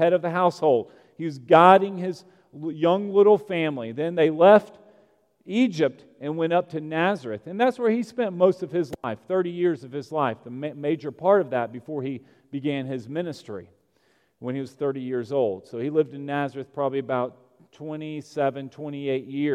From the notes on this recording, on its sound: at Broadway Baptist Church, Lexington, Kentucky